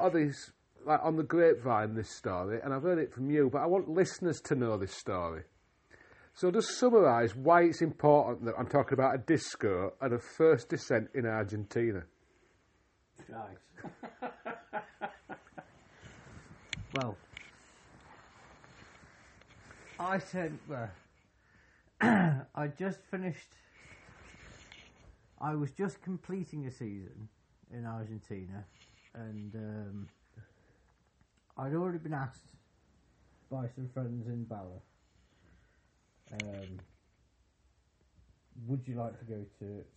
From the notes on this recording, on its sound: This is an episode I was going to hold back on publishing until I fixed the audio, but sod it!